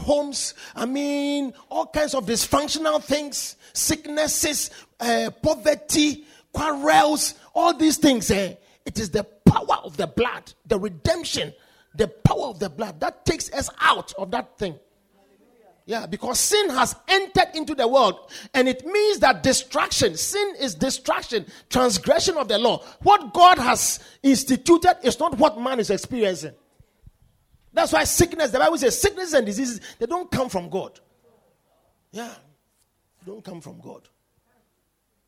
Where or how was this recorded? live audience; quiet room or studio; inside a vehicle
live audience